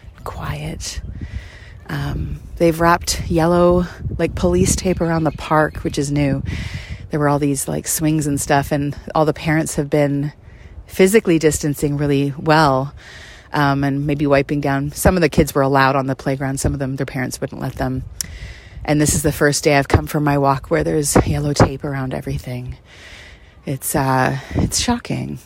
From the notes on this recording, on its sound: Takes the podcast on location to a community garden nearby. This is an entirely unscripted stroll.